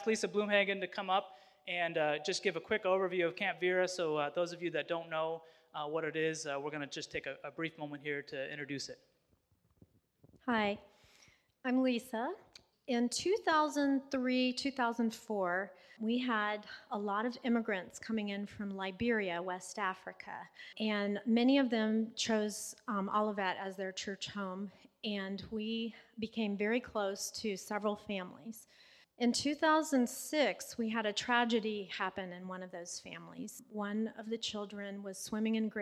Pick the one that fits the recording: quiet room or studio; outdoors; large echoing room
large echoing room